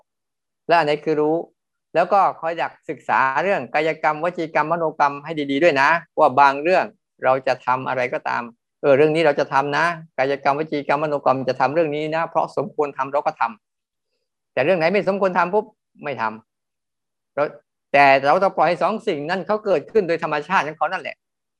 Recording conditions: video call